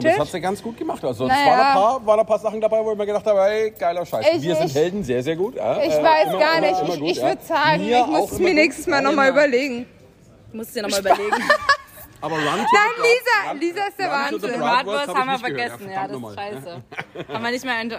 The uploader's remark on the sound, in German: Sommer Straßen Fest Live